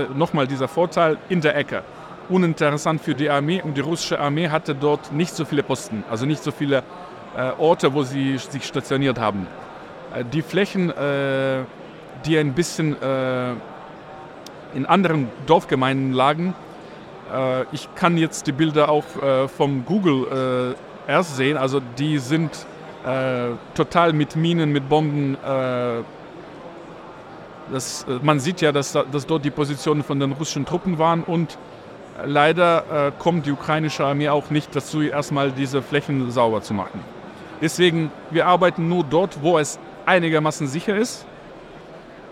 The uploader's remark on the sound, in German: live auf der Agritechnica